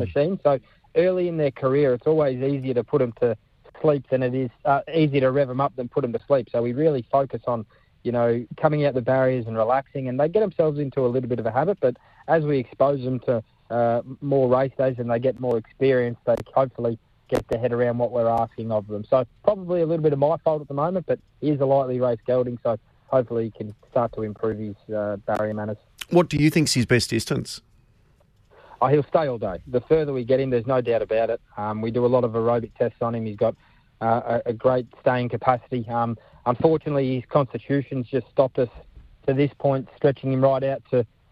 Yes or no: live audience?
no